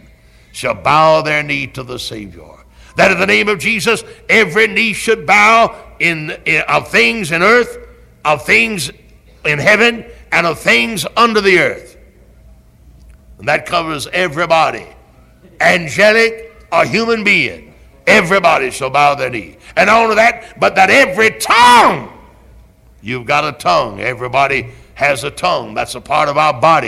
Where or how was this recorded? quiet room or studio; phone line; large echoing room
large echoing room